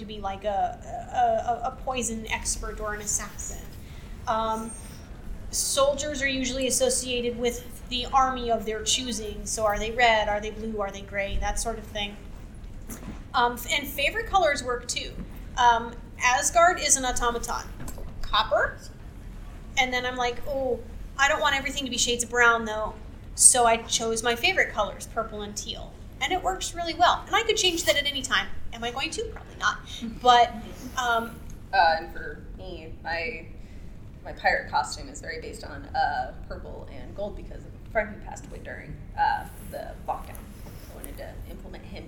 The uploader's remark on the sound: Recorded live WWWC11 at Casino Del Sol